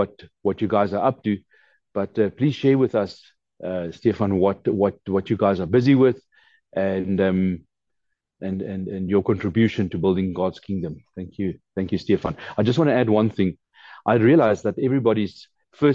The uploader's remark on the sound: The Transformation Table Zoom Meeting on the 25 May 2023.